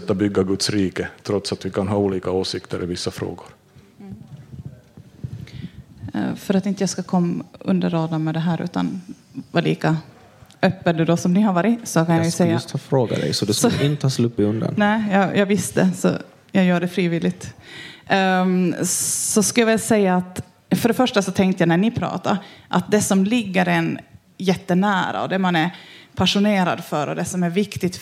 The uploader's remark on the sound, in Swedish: Nyfikas live-podd på Humlefestivalen 2021